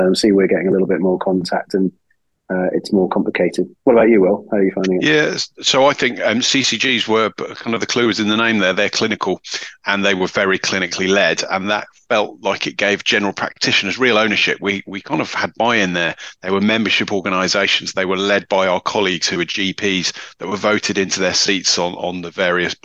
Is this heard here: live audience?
no